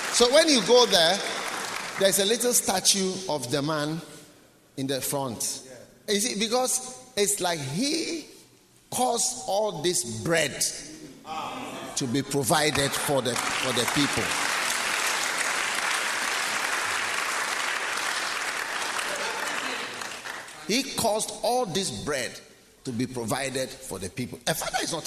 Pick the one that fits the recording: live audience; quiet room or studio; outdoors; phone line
live audience